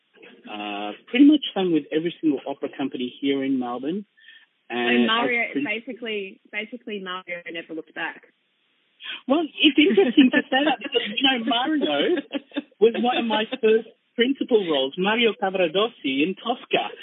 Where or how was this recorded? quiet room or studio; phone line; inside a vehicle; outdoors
phone line